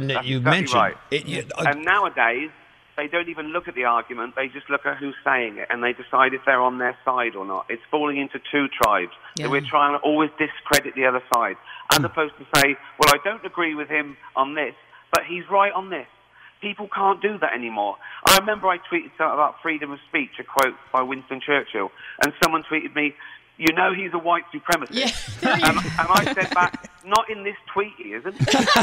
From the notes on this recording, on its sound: on the phone with the big show during our interview